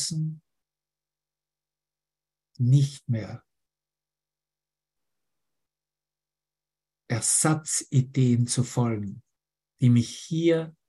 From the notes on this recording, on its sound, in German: Zoom-Session. Veranstaltet von der Aleph Akademie.